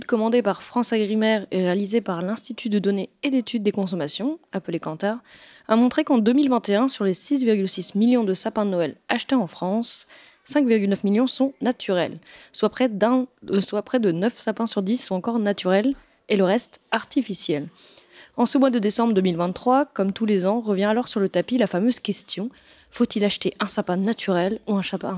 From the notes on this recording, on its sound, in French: Et nous enregistrons cette émission au bar La Maison-Café de Nantes.